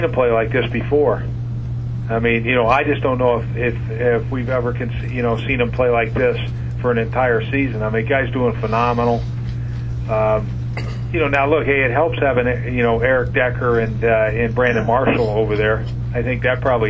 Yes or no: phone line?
yes